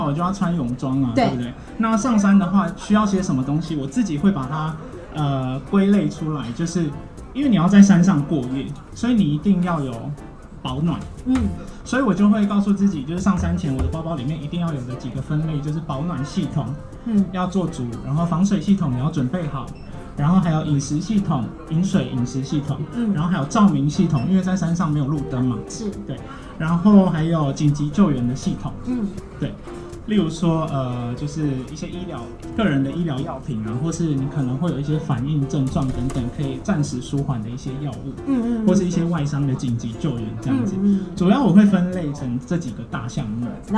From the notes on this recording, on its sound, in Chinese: 新竹大遠百戶外動起來。現場和觀眾分享及互動的錄音紀錄。因應現場聽眾及來往顧客眾多，收音略有環境音，敬請見諒。